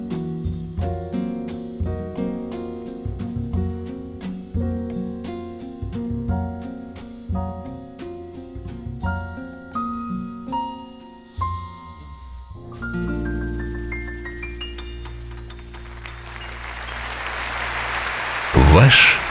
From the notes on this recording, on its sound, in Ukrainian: …. І, якби не періодичні овації в залі, можна було б подумати, що це був студійний запис.